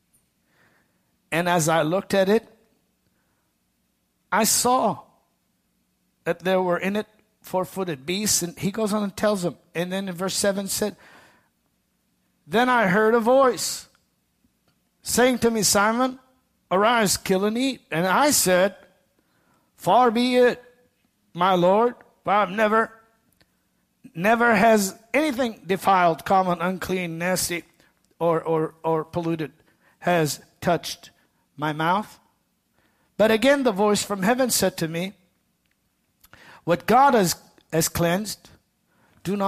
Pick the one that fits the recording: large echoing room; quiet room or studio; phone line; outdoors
large echoing room